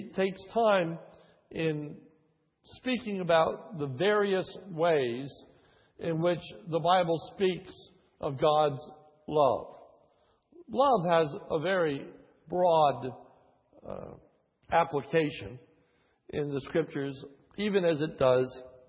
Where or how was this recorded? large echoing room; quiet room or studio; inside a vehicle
large echoing room